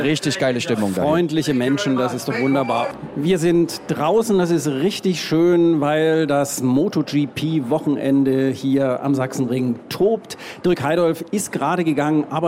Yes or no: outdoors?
yes